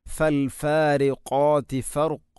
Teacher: ഖാഫ് ഉച്ചരിക്കുമ്പോൾ തൊണ്ടയുടെ ഏറ്റവും മുകൾ ഭാഗം കഴിഞ്ഞ് ചെറുനാക്കിൻ്റെ അടുത്താണ്.